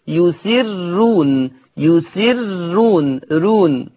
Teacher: قرأ ورش بترقيق الراء في لفظ يسرون، ليه؟ لأن هذه الراء مضمومة ومسبوقة بكسر، فيقرأ ورش بالترقيق يسرون، يسرون، رون، يرقق ورش الراء.